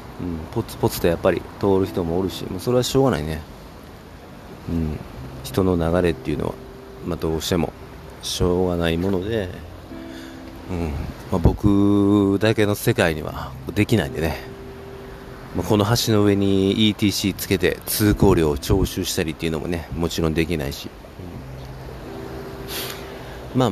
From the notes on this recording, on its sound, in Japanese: 朝の公園を生活圏にしている犬の散歩や卑猥な体操をする爺さん婆さんや徘徊する老人、そして適度な雑踏のなかポッドキャストを録音したくて右往左往する僕。